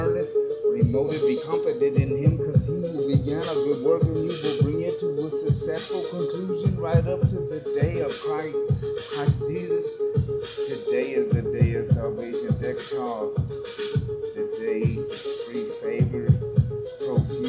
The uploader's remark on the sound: Just used the phone to record.